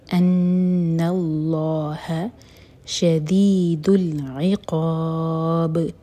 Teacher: ان اللہ یہاں پر منہ بھر کر پڑھا جائے گا